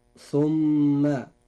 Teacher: حرف ثم نجد فيه حرف الميم وهو عليه شدة وفتحة. حرف الميم هذا يجب إظهار غنه بمقدار حركتين · Term: حرف غنة مشدد